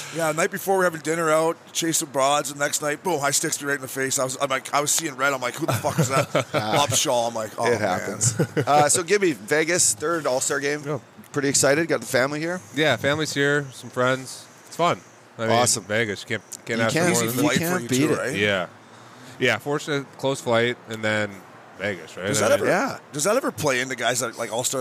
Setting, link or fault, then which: setting, busy venue